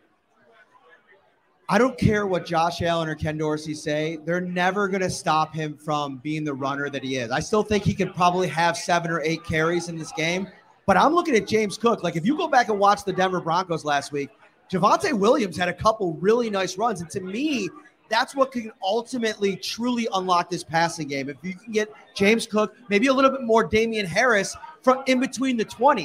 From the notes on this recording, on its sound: live from Wingnutz North Buffalo